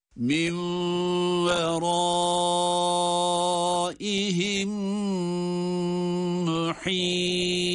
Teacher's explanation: Yani cezimli mim diğer mim ile birlikte şeddeli gibi okunuyor. · Term: idgam misleyin ma'al gunne